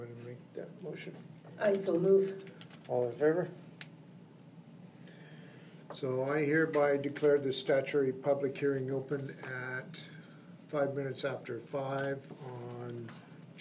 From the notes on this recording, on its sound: Audio recording of the July 23, 2018 Regular Meeting of Peace River's Town Council.